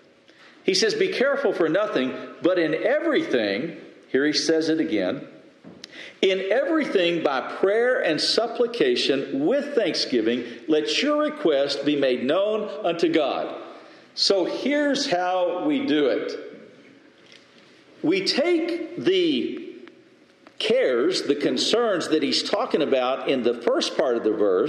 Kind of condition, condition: setting, large echoing room